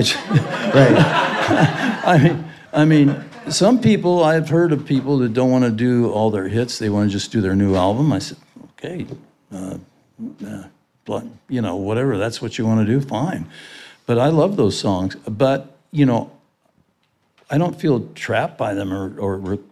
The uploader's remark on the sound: I did this interview LIVE in New York.